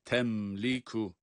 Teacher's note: Mimi kendi sesiyle açıktan okuyoruz, izhar ile yani.